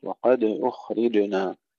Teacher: وقد أخرجنا، وقد القلقل نحافظ على سكون الحرف المقلقل، وأيضا هنا الخاء لا نقول أخرجنا القلقلة وإنما فيها رخاوة، أخرجنا القلقلة في الجيم وقبلها في الدال